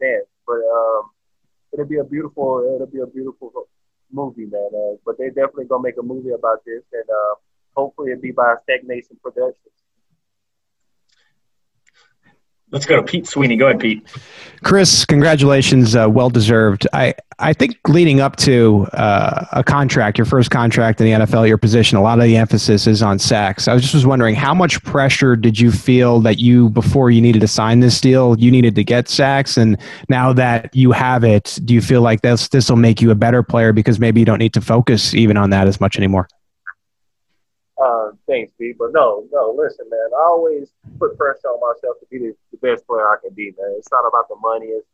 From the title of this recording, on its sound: Zoom conference call